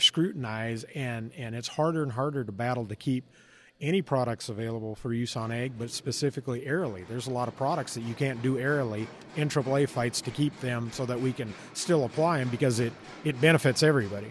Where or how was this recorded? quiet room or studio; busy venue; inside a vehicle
busy venue